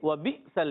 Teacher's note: वाव की अदायगी ओटों की गोलाई से